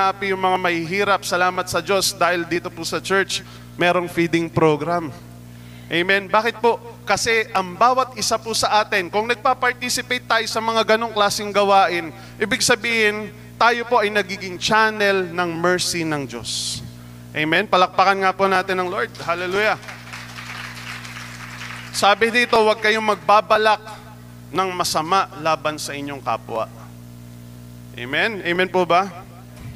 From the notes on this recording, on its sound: Recorded live at The Shepherd Of Faith Family Church on November 20, 2022.